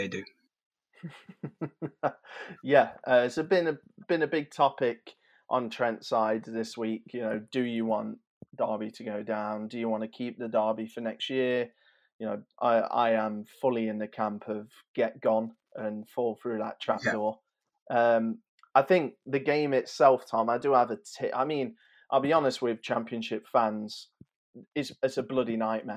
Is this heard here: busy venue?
no